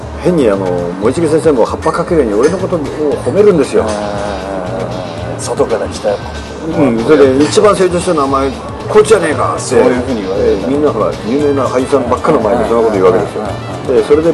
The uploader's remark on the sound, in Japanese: 東京都内の某所で、お話しをお聞きしました。音声につきましては、スタジオでの収録ではありませんので、多少騒がしいのはお許しいただければと思います。